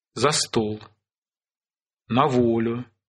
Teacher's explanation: Оттяжка ударения на предлог в таких случаях невозможна.